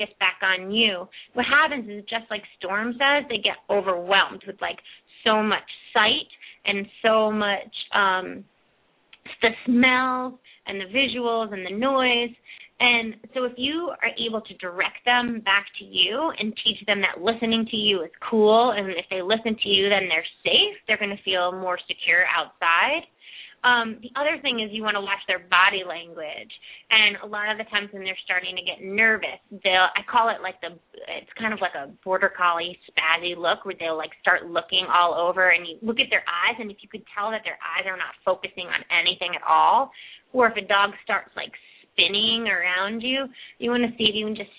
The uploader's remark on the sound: Open up the lines for listeners to call.